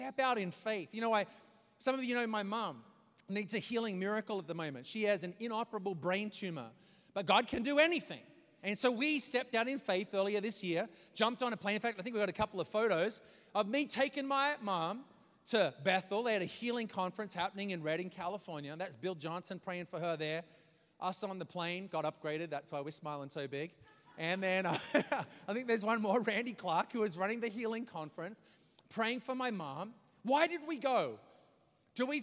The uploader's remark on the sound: preached this message on May 7th at our Downtown community